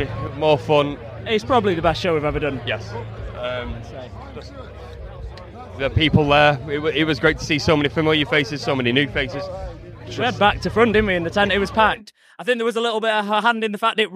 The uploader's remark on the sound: It's another of the Bloodstock Festival interviews.